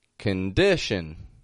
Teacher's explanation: This word has two schwas in it